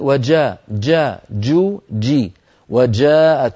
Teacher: الجيم الفصيحة أن يكون صوتها محبوس